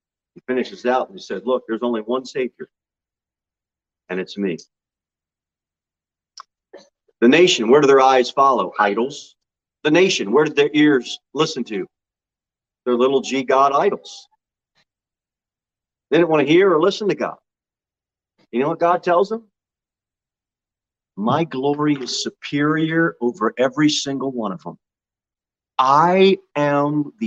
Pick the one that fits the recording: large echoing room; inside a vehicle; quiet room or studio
large echoing room